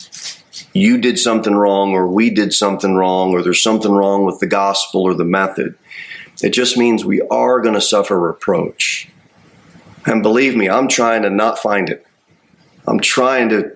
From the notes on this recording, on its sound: Sermon delivered at Pilgrim Baptist Church on Thursday, December 7, 2023, at 6:15 pm. Jere Whitson Rd.